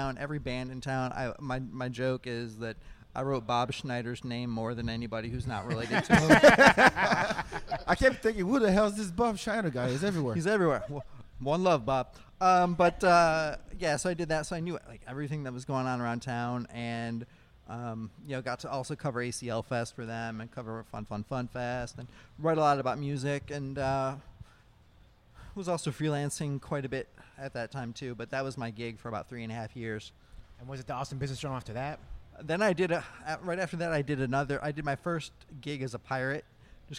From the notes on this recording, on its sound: Live from The Side Bar. Live from The Side Bar.